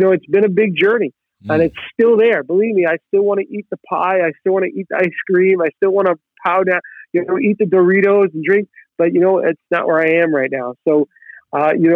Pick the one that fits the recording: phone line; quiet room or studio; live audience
phone line